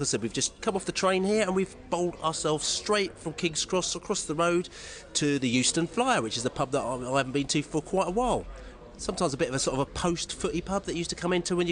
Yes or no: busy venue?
yes